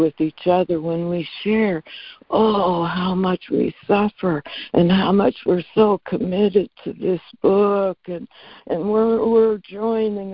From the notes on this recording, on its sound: ACIM Daily Conference Call